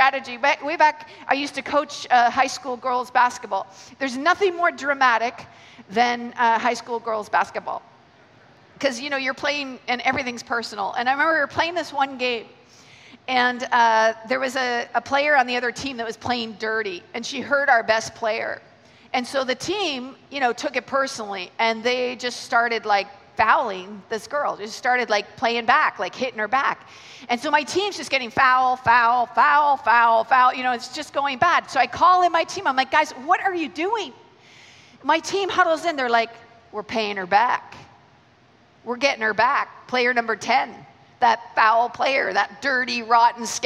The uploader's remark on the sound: Keynote 1 from the Message Conference 2017 recorded at Victoria Warehouse on 17 November.